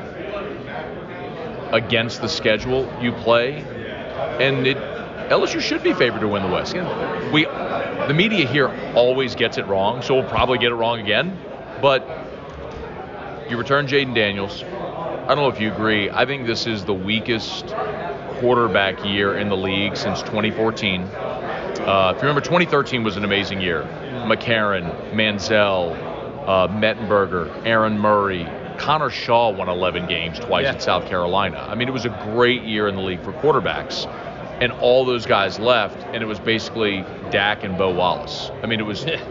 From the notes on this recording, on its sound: LIVE! From SEC Media Days.